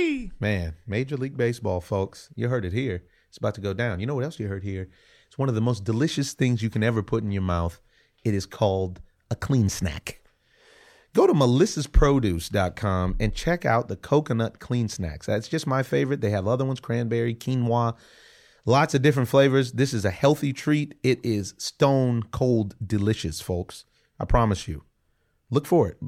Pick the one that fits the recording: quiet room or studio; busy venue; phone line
quiet room or studio